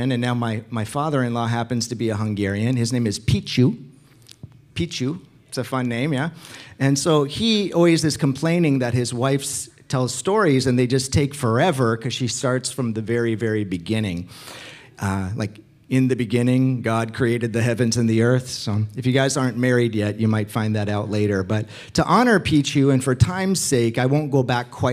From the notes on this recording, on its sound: Recorded sunday evening service at Reunion Hawaii 11-26-2023.